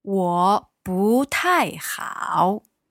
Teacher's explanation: 不 is going up and 太 is coming down.